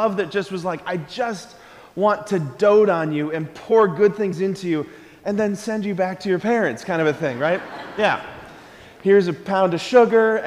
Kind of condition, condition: setting, large echoing room